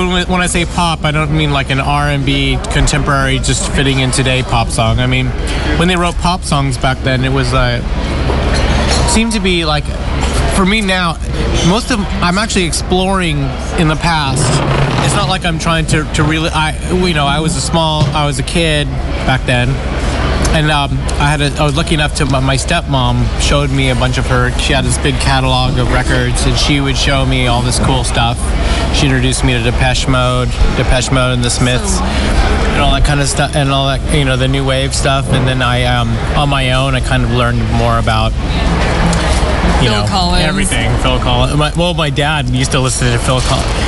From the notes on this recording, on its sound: At London's famous Paddington Station. A few beers, chat and then a curry in Spring Street, Paddington.